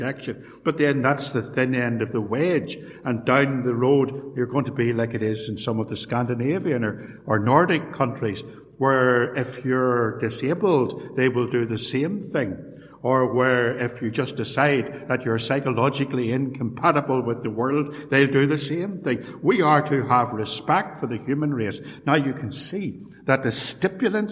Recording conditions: large echoing room